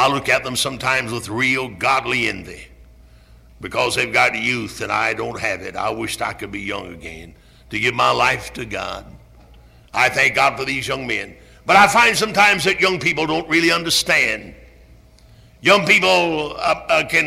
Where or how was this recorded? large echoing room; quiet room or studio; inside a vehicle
large echoing room